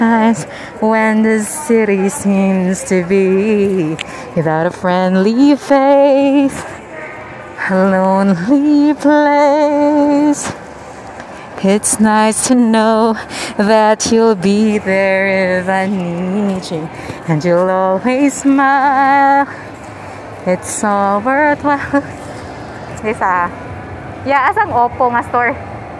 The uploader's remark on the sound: Recorded this while walking in Ayala Central Bloc.